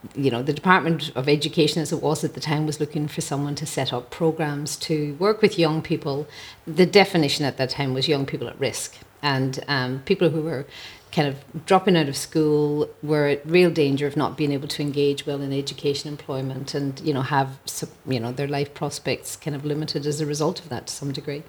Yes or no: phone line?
no